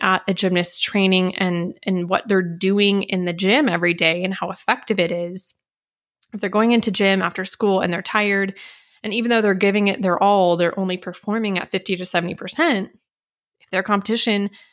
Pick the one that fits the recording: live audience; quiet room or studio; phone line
quiet room or studio